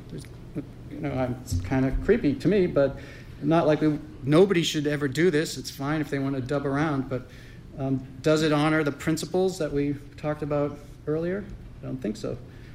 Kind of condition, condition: setting, live audience